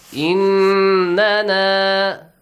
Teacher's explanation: Nasal sound. For two counts. Prolong it. · Term: Ghunna sound